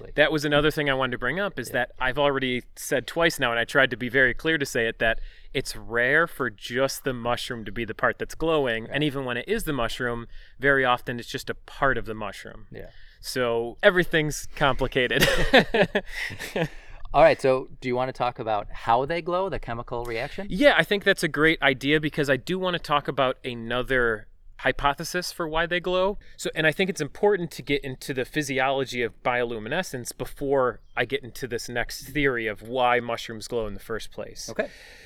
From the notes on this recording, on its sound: This episode was recorded in the Eternal Flame Falls section of Chestnut Ridge Park in Orchard Park, NY on July 4th, 2018.